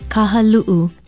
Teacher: Be sure to sound the glottal stop, or o'okina, as we call it in Hawaiian.